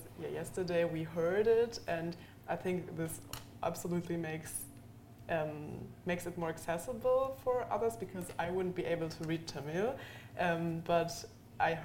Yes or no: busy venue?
yes